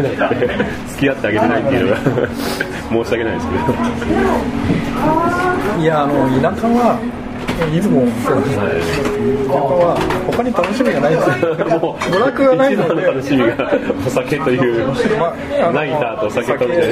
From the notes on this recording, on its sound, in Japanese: ２０１９年４月に東京でお会いしたときの音声です。録音環境が店内のため、お聴きづらい点があることをご容赦ください。